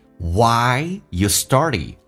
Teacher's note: I 这个发音稍微饱满，先发 a，再发 e，一个滑动的过程